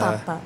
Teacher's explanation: Hard attack of the P. The pop.